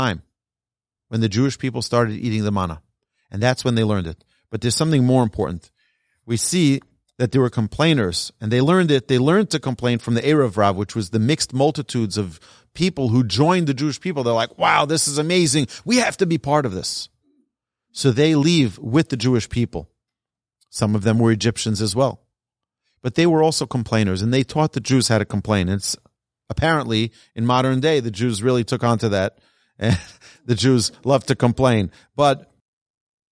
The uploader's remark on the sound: Recorded in the TORCH Centre - Studio B to a live audience on February 2, 2023, in Houston, Texas.